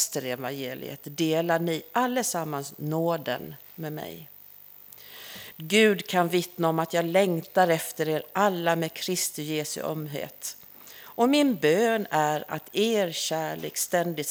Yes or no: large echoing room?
yes